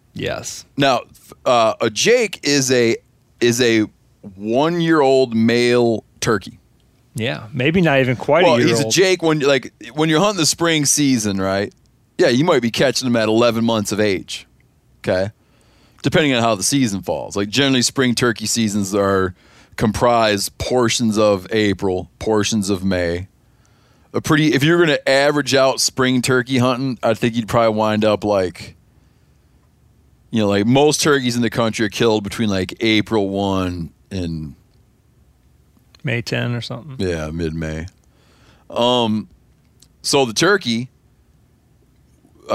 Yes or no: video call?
no